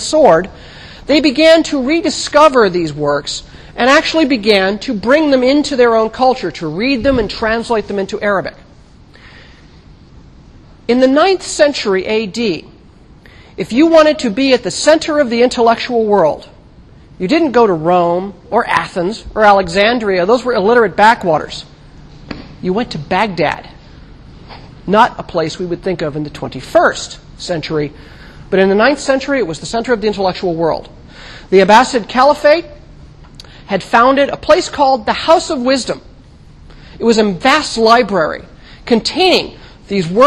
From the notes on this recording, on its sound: Recorded 2007 Oct 9 in 1000 McPherson Lab on the Columbus campus of The Ohio State University. NOTE: Due to a recorder malfunction, only the first 15 minutes of this lecture was recorded.